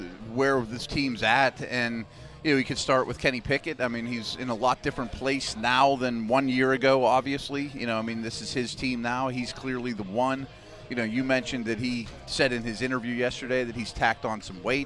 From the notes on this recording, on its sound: Live from Day 2 of Steelers OTAs. Live from the UPMC Rooney Sports complex for day two of the Steelers OTAs.